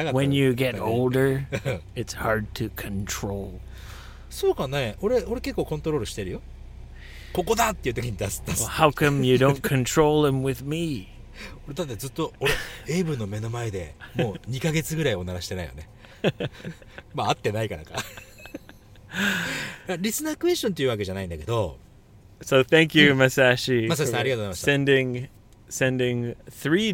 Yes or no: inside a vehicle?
yes